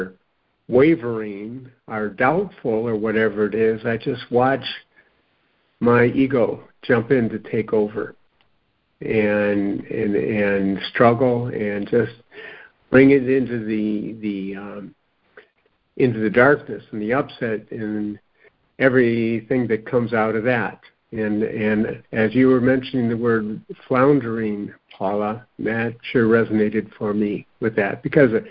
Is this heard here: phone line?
yes